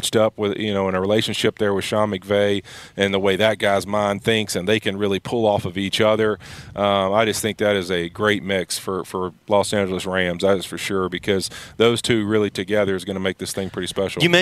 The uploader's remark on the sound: live from Rams Training Camp in Irvine, CA!